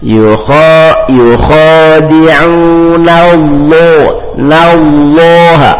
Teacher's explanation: Yang perlu diperhatikan di sini huruf nun. Nun huruf tipis, kalimat Allah, lafaz Allah huruf tebal. Maka jangan ikut-ikut nunnya tebal.